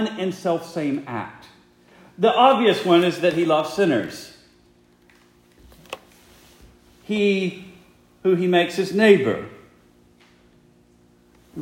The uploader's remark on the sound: Preached the morning of April 9, 2023, for the Heidelberg Presbyterian Church in Heidelberg, Mississippi.